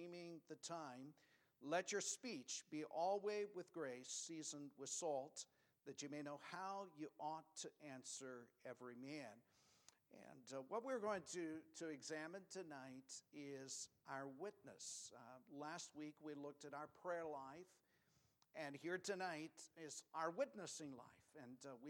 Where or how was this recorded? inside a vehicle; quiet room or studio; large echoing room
large echoing room